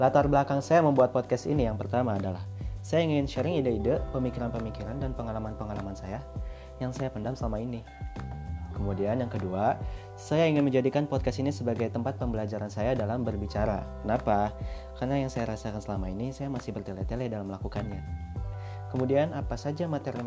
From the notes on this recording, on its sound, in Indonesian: Maaf suaranya kurang jelas dan masih ada suara lain yang masuk.